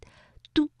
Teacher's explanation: 把的和乌相连，嘟，然后再加韵母安，就可以读成断了 · Term: 剑母